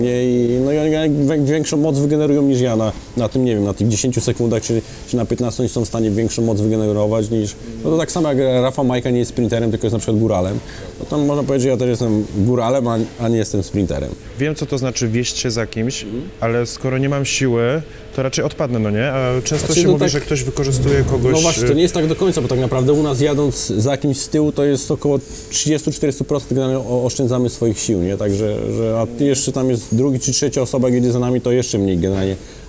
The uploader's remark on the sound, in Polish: Nagrania: Restauracja Folk – Hotel Bristol.